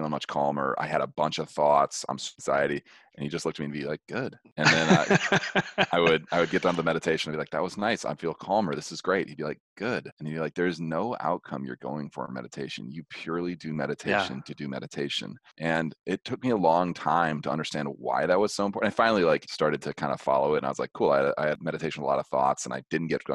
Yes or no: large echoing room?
no